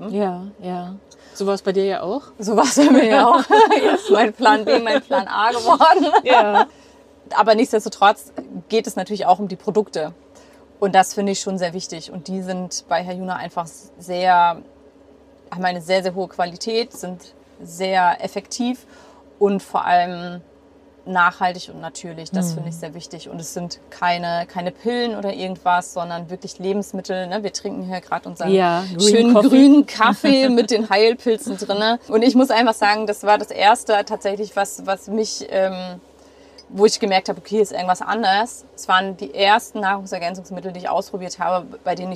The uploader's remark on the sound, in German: Das heutige Gespräch wird nicht – wie üblicherweise – im GEHEN aufgenommen. Das Interview haben wir im Februar im gerade neu erstandenen Van vor ihrer ehemaligen Haustür in Nienhagen (bei Rostock) aufgenommen. Bat ich um eine kleine Zwischenmeldung via Sprachnachricht, die ich ans Ende dieser Episode angedockt habe.